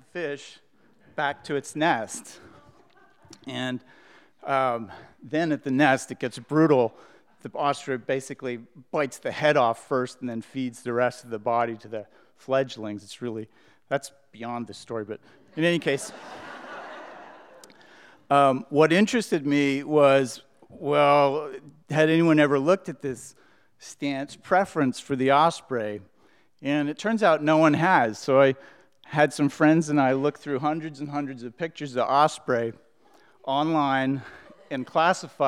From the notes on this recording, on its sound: These stories were told and recorded in front of a live audience on July 31st, 2018 at Wellfleet Preservation Hall in Cape Cod, Massachusetts.